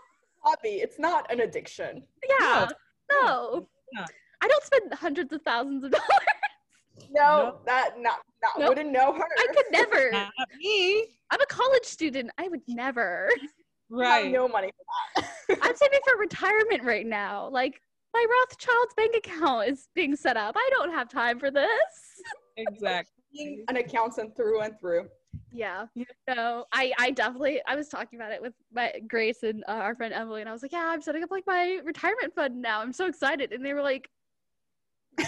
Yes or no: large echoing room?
no